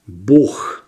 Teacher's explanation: единственным исключением, где в конце слова звонкое «г» не переходит в звук «к», является слово «бог». «Г» переходит в «х».